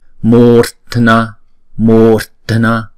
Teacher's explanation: đọc chữ mu kéo dài hai nhịp